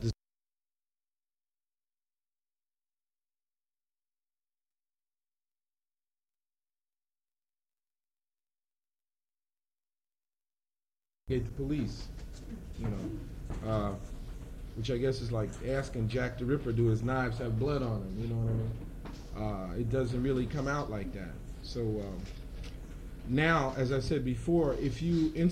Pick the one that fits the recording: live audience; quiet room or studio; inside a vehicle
live audience